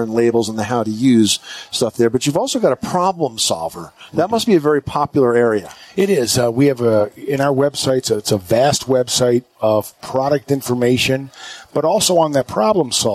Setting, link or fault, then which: setting, busy venue